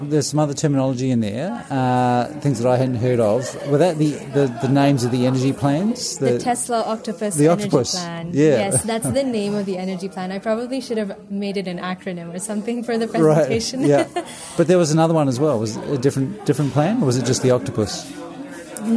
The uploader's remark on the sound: special bonus episode recorded at the 26th International Passive House Conference